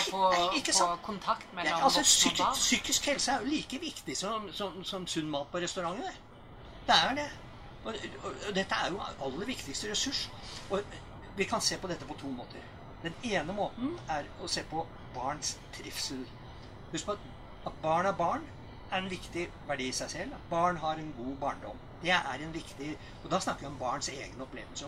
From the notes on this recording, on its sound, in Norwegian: tatt opp under Arendalsuka